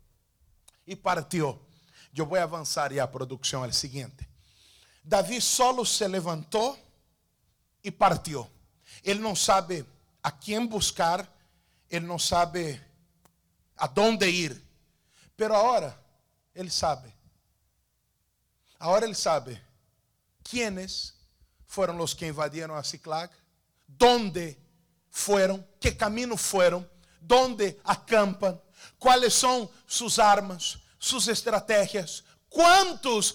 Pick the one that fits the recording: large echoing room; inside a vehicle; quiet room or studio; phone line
large echoing room